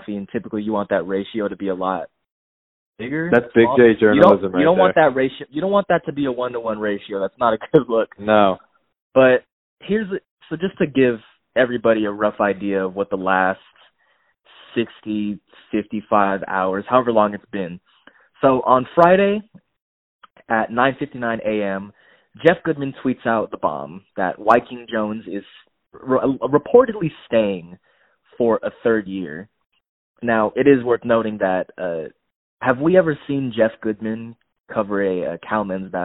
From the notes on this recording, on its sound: Frantically re-record another episode via phone call.